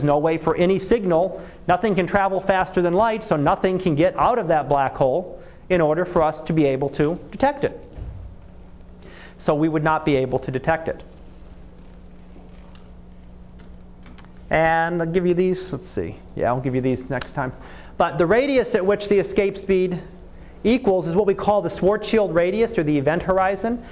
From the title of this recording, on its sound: Live Class Lecture